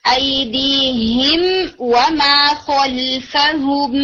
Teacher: आप मीम को उसके मखरज और उसकी तमाम क्वालिटीज के साथ ज्यादा देर गुन्ना किए बगैर अदा करते हैं